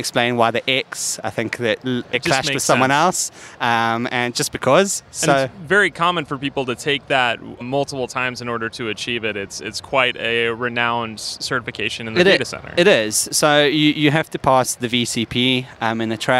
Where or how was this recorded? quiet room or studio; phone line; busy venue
busy venue